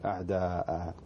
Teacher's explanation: لأنك تعوض التنوين بألف ممدودة · Term: المد عوض